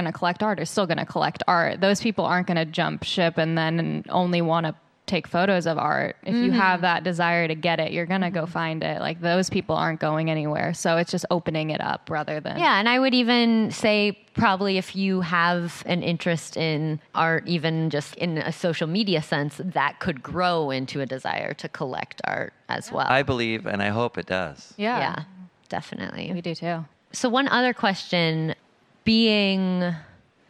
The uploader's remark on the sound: Live at the L.A. Art Show. Live at the LA Art show. Join us for the first ever live Art History Babes podcast!